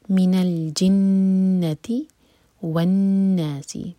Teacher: تو پہلا ورڈ ہے من، من کو الجنتی سے کنیکٹ کیا گیا ہے، تو نون ساکن پر ہم نے فتح لگایا اور آگے لام ساکن سے کنیکٹ کیا · Term: التقاء الساکنین